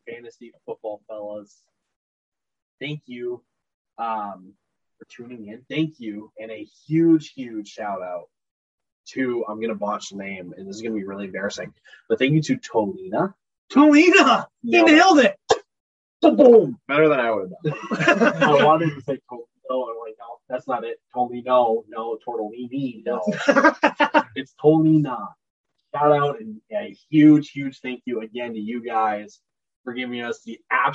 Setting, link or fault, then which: fault, poor sound quality